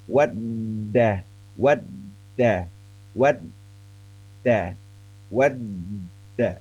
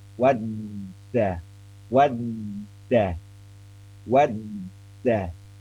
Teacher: Jadi tertahan kuat kalau huruf dal tanpa titik itu. Tertahan kuat. Tertahan sehingga tidak bisa nyuara huruf dal.